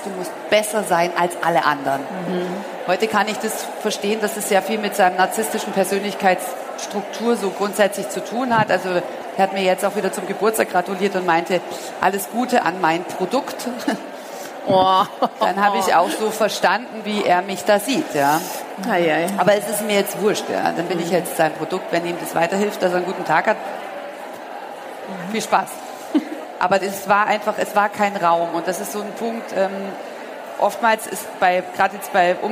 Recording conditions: busy venue